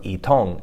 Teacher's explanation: And that's spelled Y-I-T-O-N-G, right? So second tone, fourth tone, itong. And I don't ever recall pronouncing the Y. I'm pretty sure it's just if Y is before I, then you don't pronounce it.